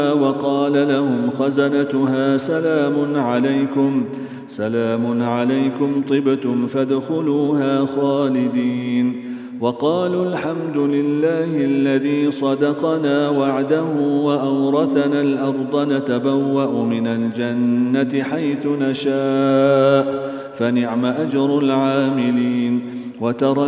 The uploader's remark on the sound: at the Houghton Masjid (West Street)